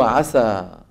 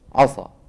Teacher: فلو فخم قارئ هذه السين من عسى، فقط فخمها ما غير المخرج، فقط فخم السين